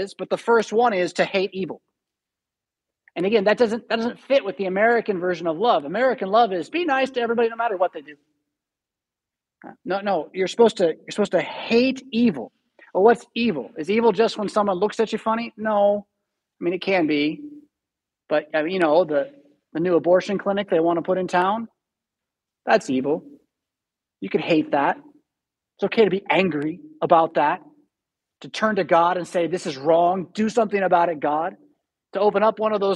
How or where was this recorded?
large echoing room